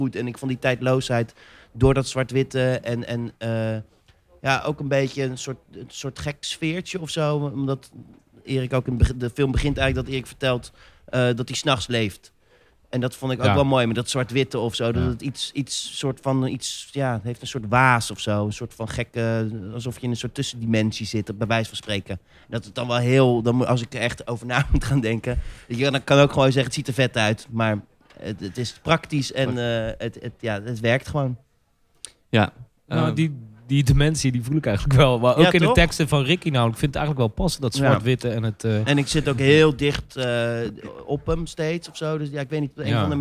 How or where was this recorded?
busy venue